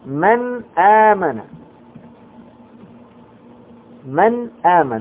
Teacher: النون ساكنة بعدها الهمزة فتظهر